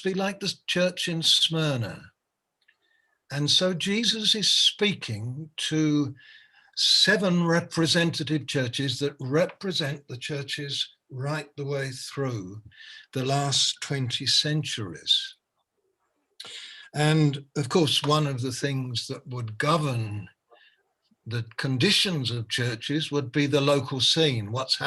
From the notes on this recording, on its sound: Malaysia Meets (Zoom).